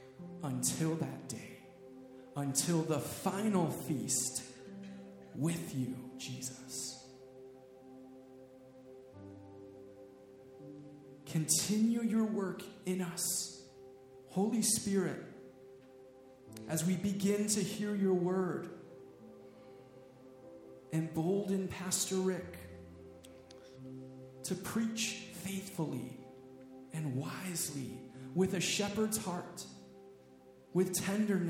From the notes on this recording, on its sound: preached this message at CrossPoint Church